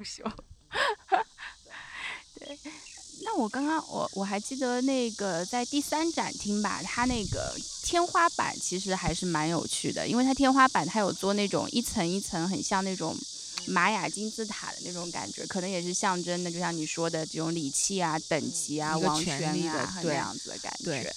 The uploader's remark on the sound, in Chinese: 参观了杭州良渚文化中心（由安藤忠雄设计）和良渚博物院（由大卫·奇普菲尔德设计）。全程都是在室外录音的，背景声里还录到了蝉鸣、鸟叫、飞机、甚至还有卖臭豆腐的小摊儿。由于收音效果不太好，录音较轻，可能麻烦大家听节目时调节音量了。